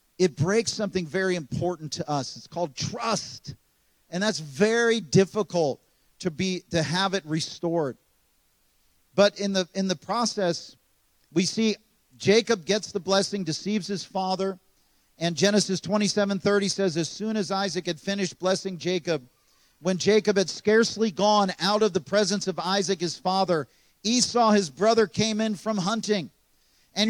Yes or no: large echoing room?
yes